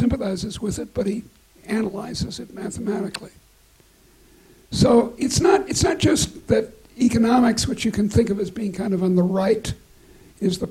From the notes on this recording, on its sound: recorded at the University of Edinburgh